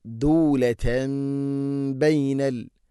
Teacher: തൻവീനു ശേഷം ബ വന്നാൽ തെൻവീനിനെ മീമാക്കി മാറ്റണം. അത് നൂനു സാക്കിനെയാണെങ്കിലും ശരി. · Term: ഇഖ്ലാബ്